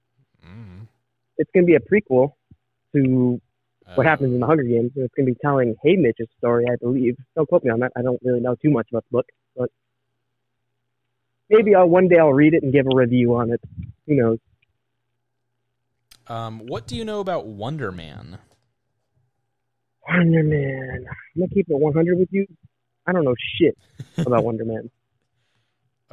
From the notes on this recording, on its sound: via a phone call